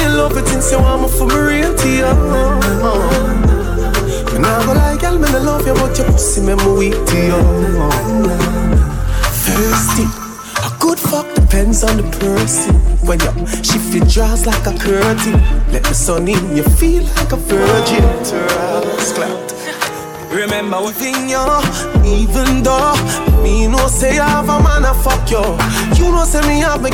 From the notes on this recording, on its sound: LIVE AT ISLAND SATURDAYS. Live Audio from Island Saturdays featuring 100% Dancehall, Reggae, Soca and Afrobeats.